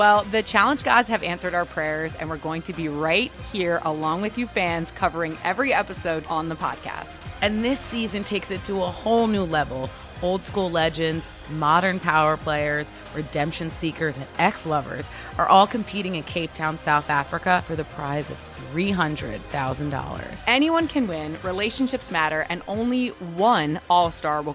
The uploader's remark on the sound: Live from Super Bowl Row.